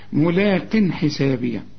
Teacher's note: التنوين اللي بعده ح مفيش غنة، الحاء من حروف الإظهار، ملاق حسابية.